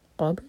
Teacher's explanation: قاف حلق سے اور با پر قلقلہ